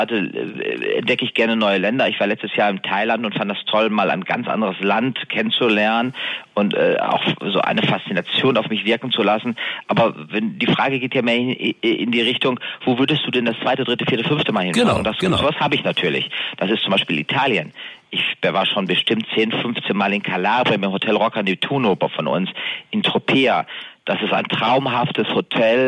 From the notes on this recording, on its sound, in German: im Telefoninterview